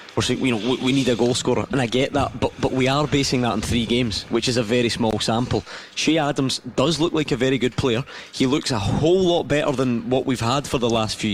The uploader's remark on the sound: live from Scotland HQ at Drygate Brewery